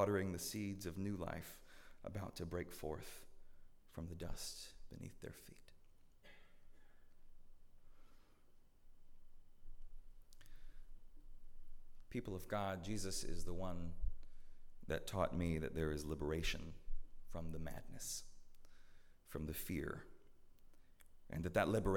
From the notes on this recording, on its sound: at Northminster Church on December 22, 2019